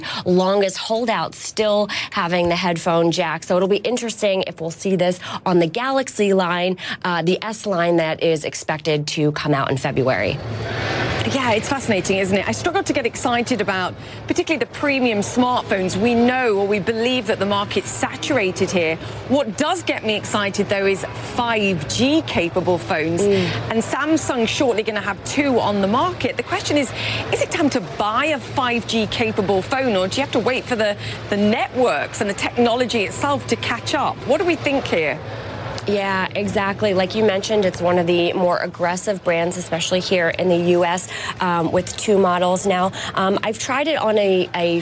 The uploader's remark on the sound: live from the New York Stock Exchange